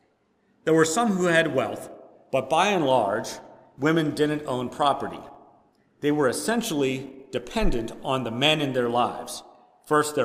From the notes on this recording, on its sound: Preached at First Presbyterian Church of Rolla on All Saints’ Sunday.